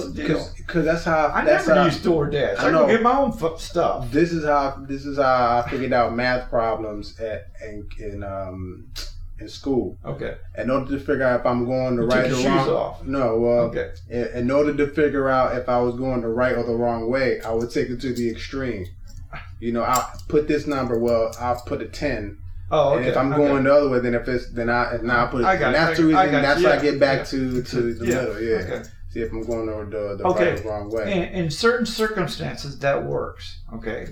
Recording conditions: poor sound quality